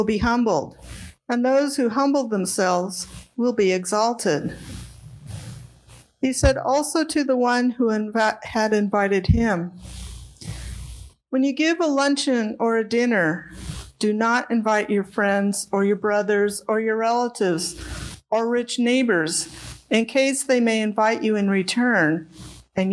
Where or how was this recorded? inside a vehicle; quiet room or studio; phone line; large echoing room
large echoing room